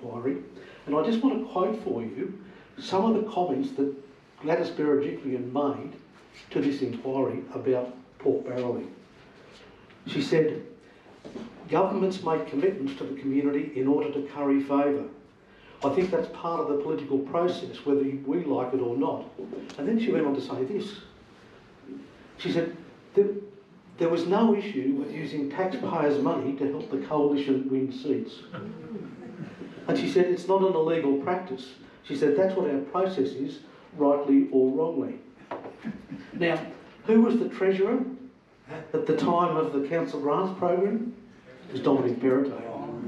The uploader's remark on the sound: Recorded at the Family Hotel, 15 Parke St, Katoomba on 18th March 2023. Politics in the Pub - Money to Burn was recorded at the Family Hotel, 15 Parke St, Katoomba.